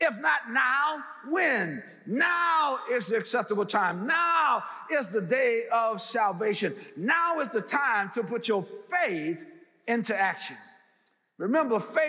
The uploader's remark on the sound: in #SWBTSChapel on September 6th, 2022